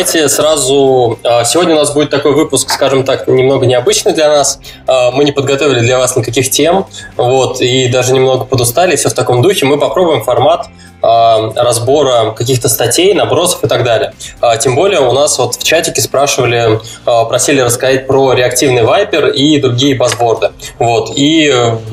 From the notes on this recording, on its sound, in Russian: Формат новый, выпуск - пилотный, так что звук слегка потрачен, извиняйте :)